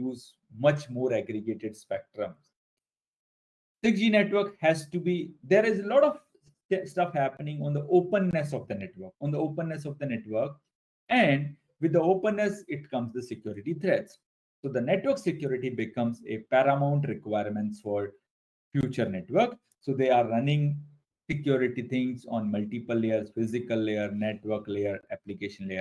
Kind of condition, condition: link, video call